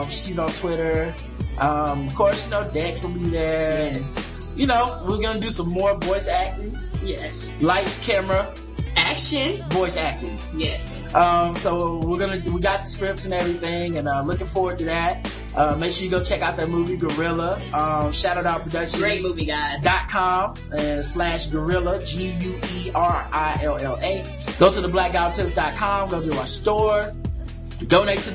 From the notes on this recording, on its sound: The audio is a little “echo-y” on this show but the issue has been fixed for future shows.